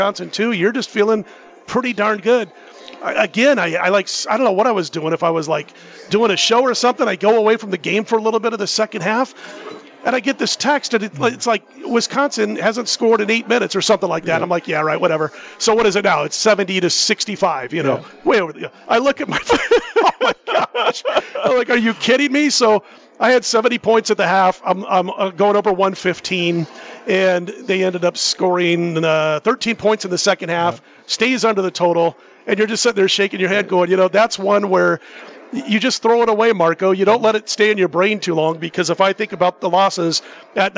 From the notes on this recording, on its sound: Live From Super Book at Westgate